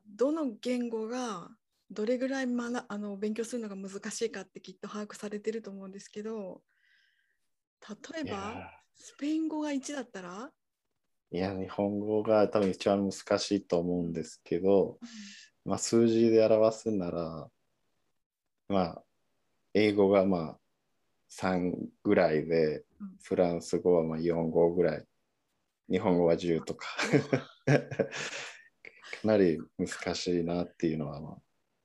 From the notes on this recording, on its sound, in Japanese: 収録場所： オンライン (Zoom)